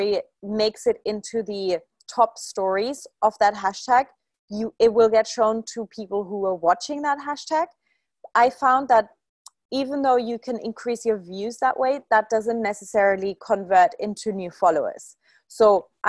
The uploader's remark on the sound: one of the most recent live Q&A calls from inside the 'Instagram Secrets to Success' course